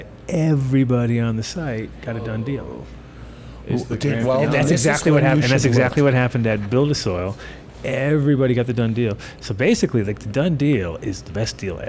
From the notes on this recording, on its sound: joining the show from beautiful Greece in fact he’s told us he will be on a rooftop across from the Acropolis